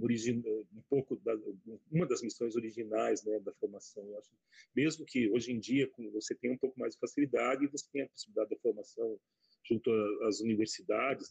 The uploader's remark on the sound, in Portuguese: Este episódio foi gravado de maneira online devido à pandemia do COVID-19.